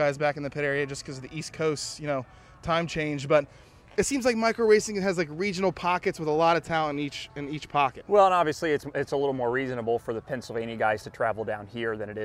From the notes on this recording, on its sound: Live from Millbridge Speedway ahead of a $10,000 to win micro race in Charlotte.